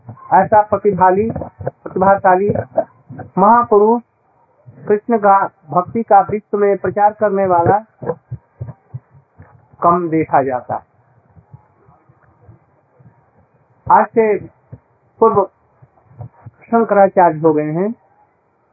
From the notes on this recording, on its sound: दिल्ली. Lecture Starts Abruptly.